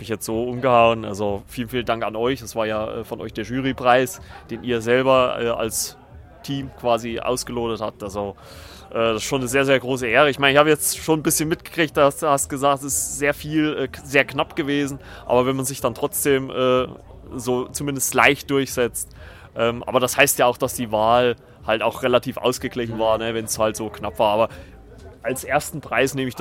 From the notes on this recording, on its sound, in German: Podfluencer Festival 2023: Interviews, Award-Verleihung und Eindrücke live vor Ort! (Live-Interview in der Episode).